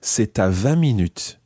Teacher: Okay, you might hear the ta, but the T is part of c'est.